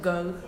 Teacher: voiced velar plosive, which would be the one in go, the first sound